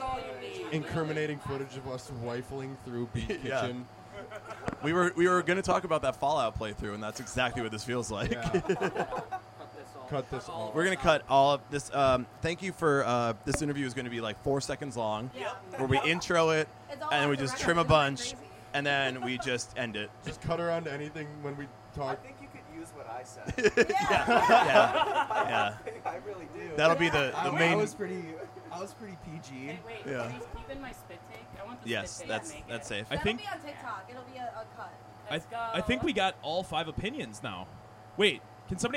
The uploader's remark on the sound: from a LIVE recording